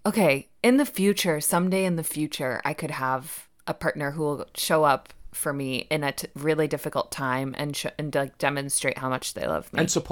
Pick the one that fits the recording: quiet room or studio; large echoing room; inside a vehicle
quiet room or studio